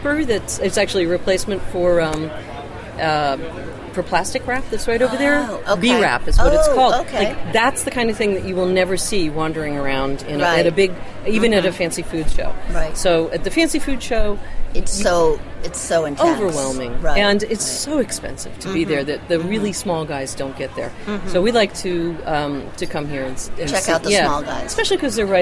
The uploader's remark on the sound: Cheese lovers descended upon the historic Shelburn Farms Coach Barn for the annual Vermont Cheesemakers Festival. Live from the festival in this special on location episode of Cutting the Curd.